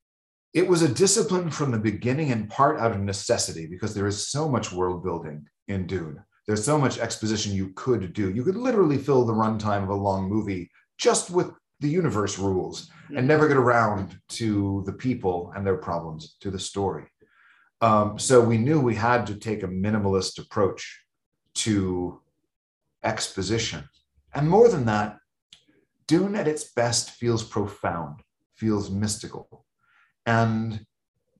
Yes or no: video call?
yes